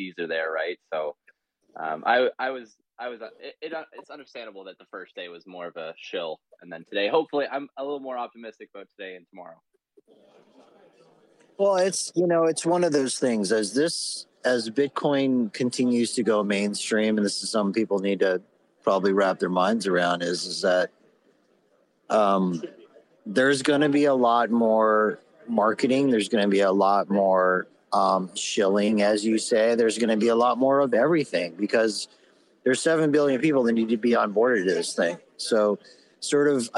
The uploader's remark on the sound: Bitcoin Conference 2022 kicks off today and we are there LIVE!